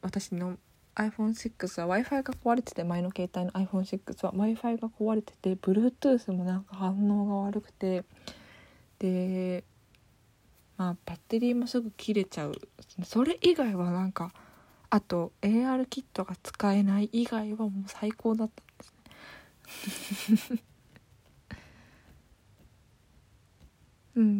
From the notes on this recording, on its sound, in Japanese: iPhone11からお届け！